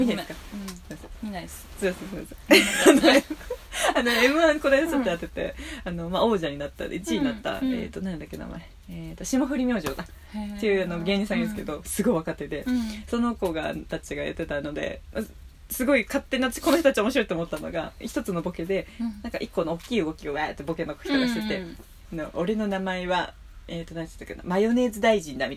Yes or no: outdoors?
yes